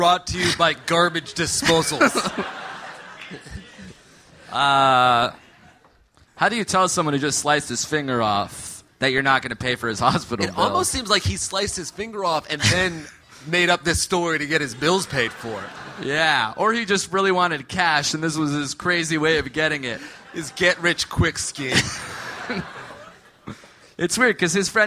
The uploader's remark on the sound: Live from Austin! Live from Austin, Texas!